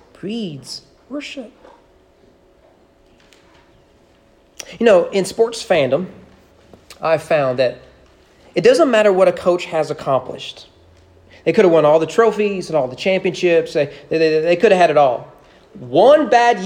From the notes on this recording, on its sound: Sermon preached at East Frankfort Baptist Church on March 14, 2021 during morning worship.